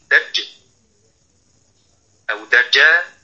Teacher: عندما نعلم الأخوات نطق حرف الجيم نقول لهم ضع الدال قبل الجيم حتى تكون في شدة ولا يخرج مع هواء